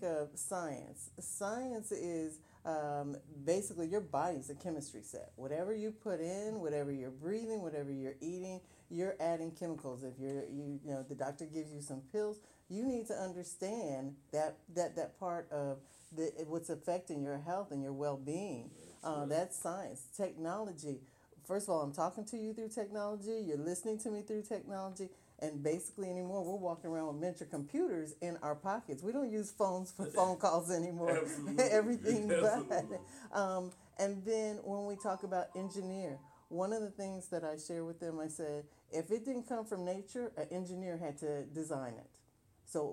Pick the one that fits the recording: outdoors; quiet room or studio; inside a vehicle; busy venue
busy venue